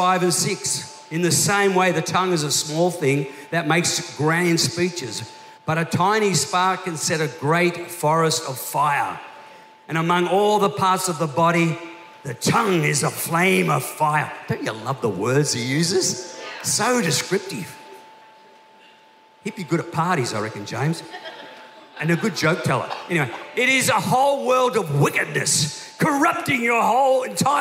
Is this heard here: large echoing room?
yes